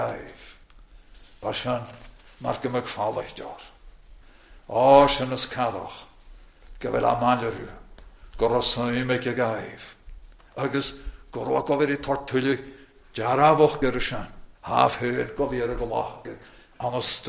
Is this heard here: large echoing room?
yes